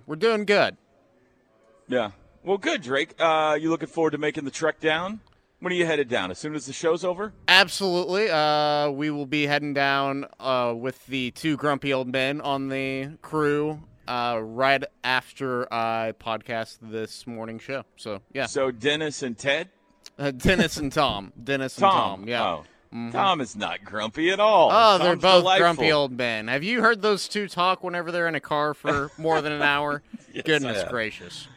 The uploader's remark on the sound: go live from the Omni in Dallas at the OU Alumni's Boomer Bash.